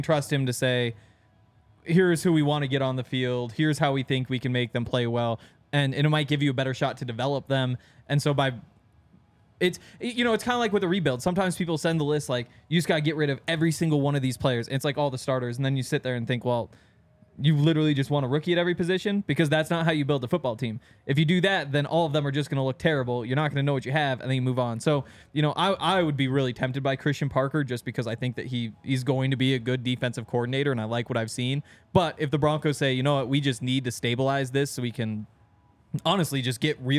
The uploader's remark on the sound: coming to you LIVE from the DNVR Bar